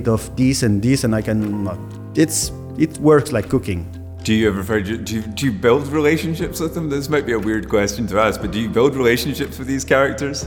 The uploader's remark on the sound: Was recorded in April in Ostende, Belgium during The Crystal Ship Festival.